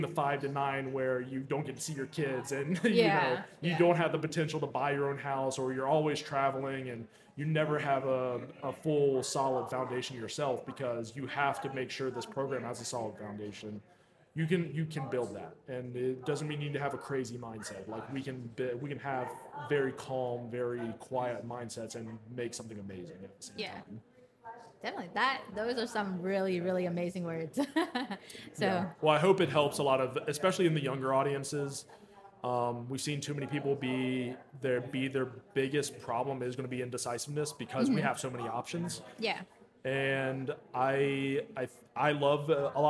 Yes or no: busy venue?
yes